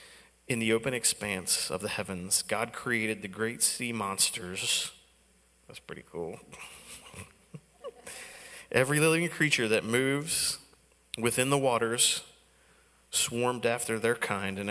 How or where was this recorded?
large echoing room